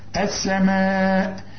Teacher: اللام دي اتحولت لسين بدون تشكيل